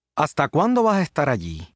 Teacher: in some parts of the Hispanic world, in rapid speech, the s sound becomes aspirated at the end of a syllable or word.